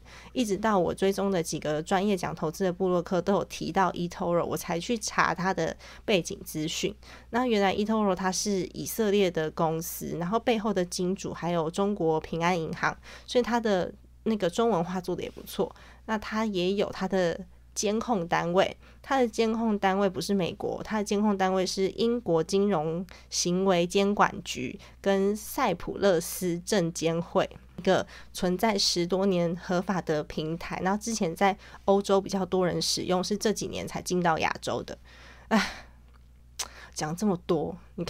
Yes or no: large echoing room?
no